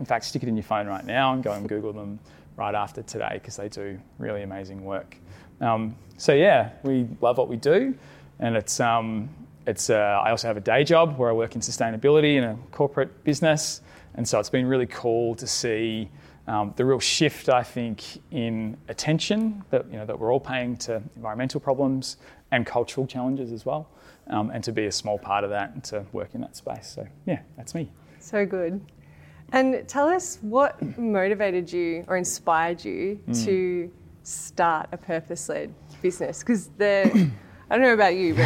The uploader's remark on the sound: Our first episode is a very special live recording from our February Good Mornings breakfast event for purpose-driven folks held at the Frankston Social Enterprise Hub.